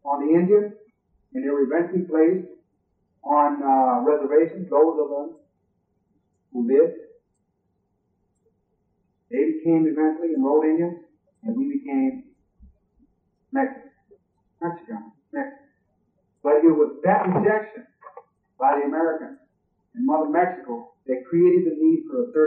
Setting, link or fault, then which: fault, poor sound quality